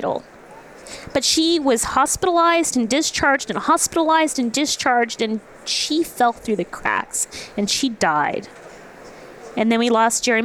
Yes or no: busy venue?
yes